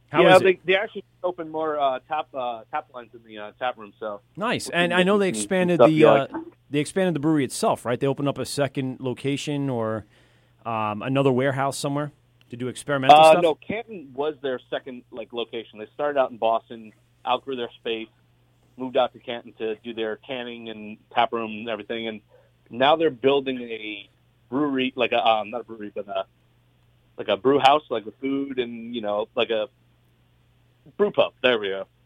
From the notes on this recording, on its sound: Our east coast correspondents call in and report on their beer travels.